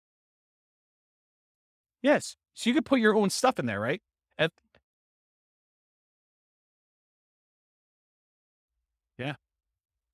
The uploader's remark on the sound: This was a live class recorded